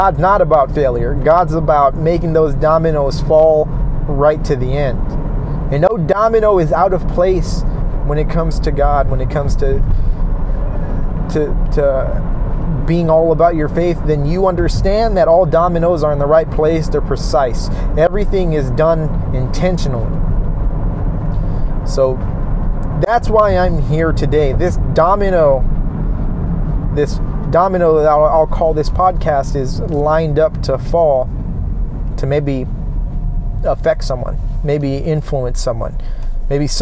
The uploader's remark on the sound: No worrying about audio for this one as I felt the need to just record as I hit the road home.